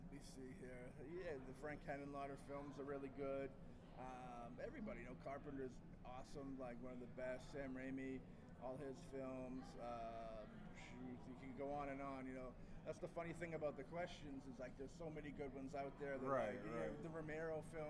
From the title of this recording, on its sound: Live From Grossfest